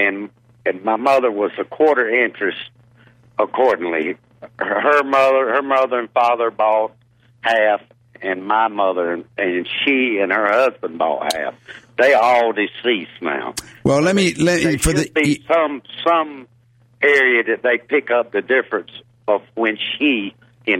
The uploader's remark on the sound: Financial planning call-in show.